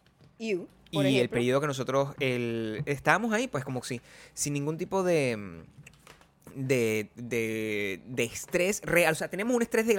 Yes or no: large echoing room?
no